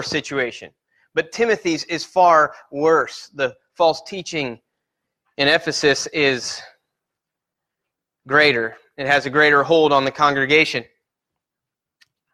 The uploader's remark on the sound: Sermon Preached at Christian Fellowship Church in Peru, In on 7-1-18